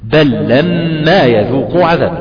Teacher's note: اذا رايت بل اتى بعدها اللام ادغم اللام بتاعه بل في اللام اللي جايه بعدها